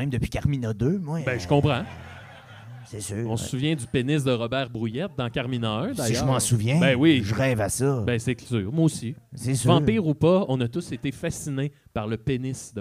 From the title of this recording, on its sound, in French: Live au O Patro Vys